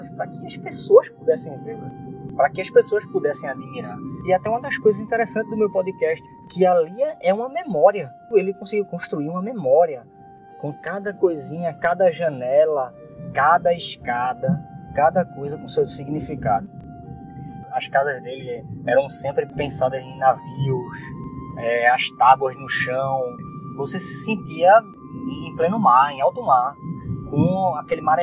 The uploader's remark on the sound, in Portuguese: Apesar das falhas na gravação